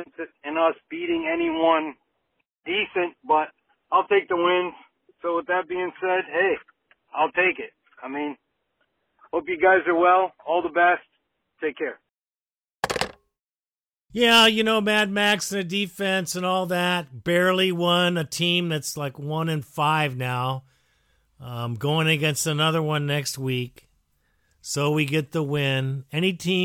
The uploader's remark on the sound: Raider Nation “Boneline” Call-in Segment